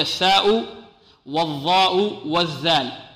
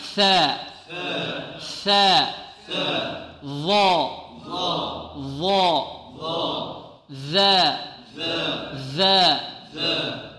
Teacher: ثلاث حروف تخرج من طرف اللسان مع طرف الثنايا العليا